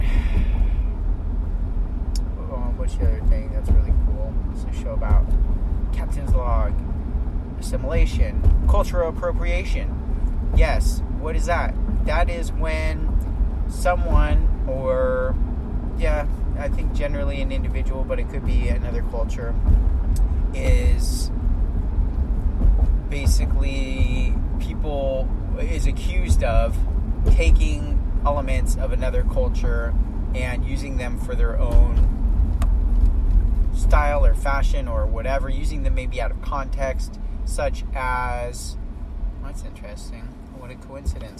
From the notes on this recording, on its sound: I didn’t think it recorded properly, there are some volume issues so please be careful with your volume level and your ears.